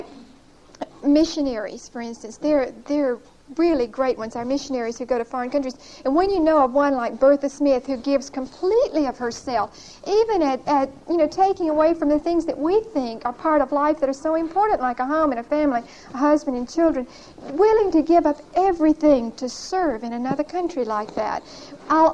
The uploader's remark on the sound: Recorded 9/30/1975 at Whitesburg Baptist Church.